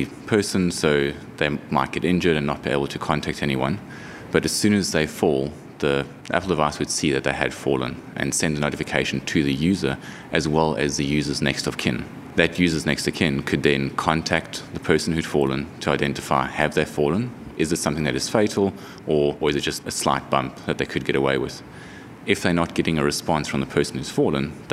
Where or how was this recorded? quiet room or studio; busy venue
busy venue